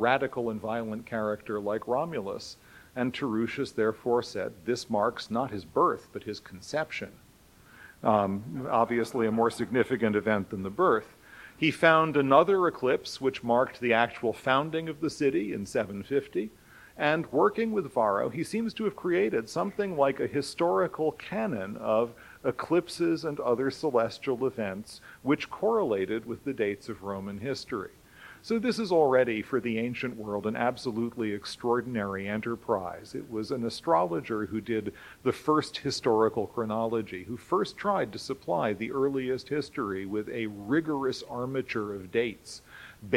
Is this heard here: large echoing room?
yes